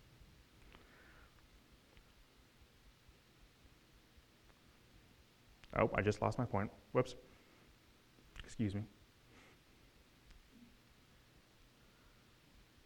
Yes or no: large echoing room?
yes